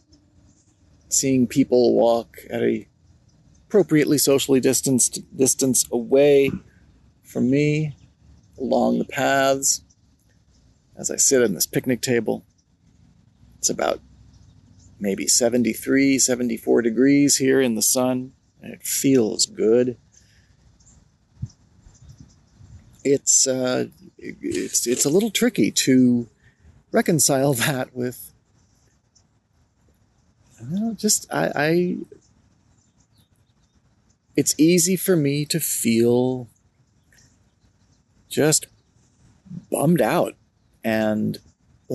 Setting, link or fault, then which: setting, outdoors